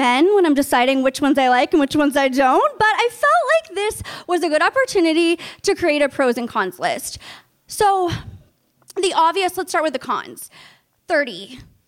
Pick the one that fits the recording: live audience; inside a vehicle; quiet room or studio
live audience